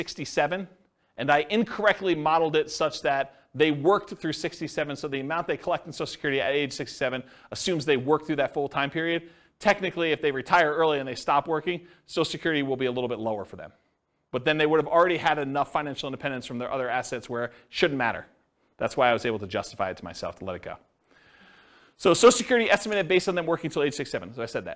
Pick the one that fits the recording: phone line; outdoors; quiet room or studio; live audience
live audience